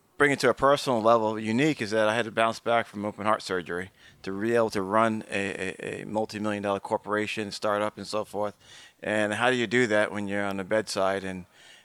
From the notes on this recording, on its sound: Live from Uncharted Summit. This special edition of Uncharted was recorded live at the annual Uncharted Summit in Southampton.